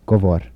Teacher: Devoicing of alveolar trill in word final position